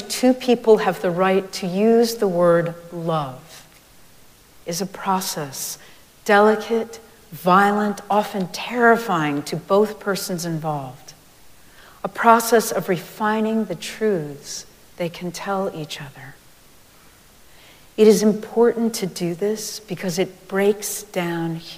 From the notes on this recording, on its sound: Recorded live at Arlington Street Church